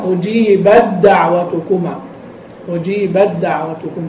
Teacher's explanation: إذن التاء تدغم في الدال والعكس، والعكس، والدال تدغم في التاء.